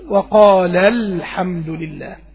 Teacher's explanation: طيب لما جاء أنا أوصل هقول وقال الحمد لله، طبعا أنا شلت الألف للتقاء الساكنين، عندي وقال آخرها ألف مد، الحمد همزة وصل في الأول، يبقى أنا عندي ألف المد وبعده همزة الوصل بشيل ألف المد عند الوصل